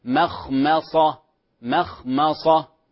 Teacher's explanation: فيها تفخيم ولكن من غير إشمام للشفتين